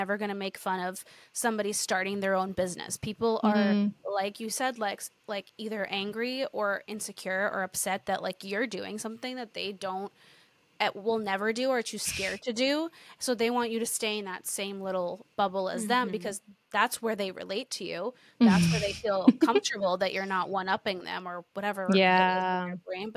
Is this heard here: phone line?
no